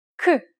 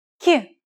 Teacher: a Y-like sound quality is added to the consonant sound · Shown in: second take · Term: palatalization